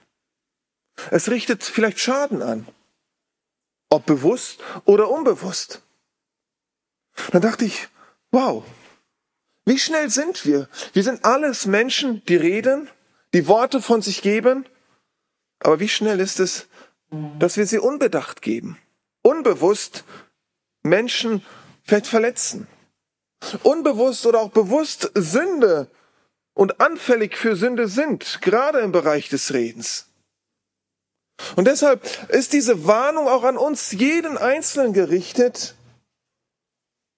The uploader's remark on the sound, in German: Diese Predigt wurde im Bibel-Center Breckerfeld gehalten.